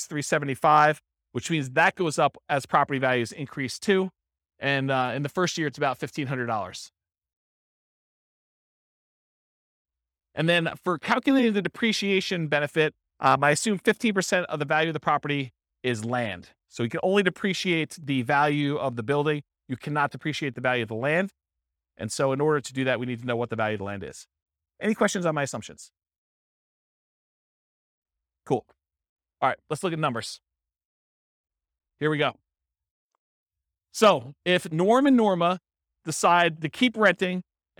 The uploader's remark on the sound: This was a live class recorded